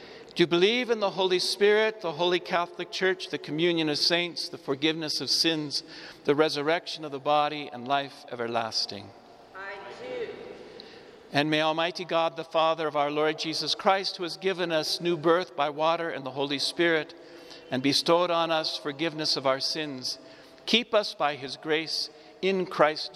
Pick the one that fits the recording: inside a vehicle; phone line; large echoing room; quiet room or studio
large echoing room